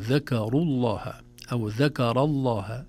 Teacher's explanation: واللام تغلظ عند جمهور القراء خاصة منهم حفص إذا كانت قبلها مفتوح أو مضموم · Term: اللام المغلظة